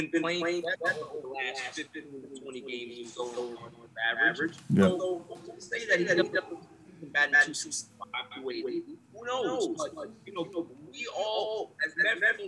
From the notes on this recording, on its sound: This week has been tough because we have had audio troubles and don't know why. We were recording just as game 6 between the Atlanta Hawks and Philadelphia 76ers was about to begin.